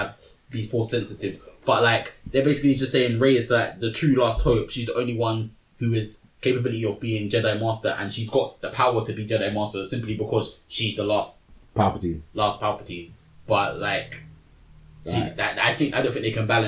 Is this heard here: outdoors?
no